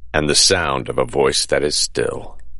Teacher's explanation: Anapestic meter is soft, soft, hard.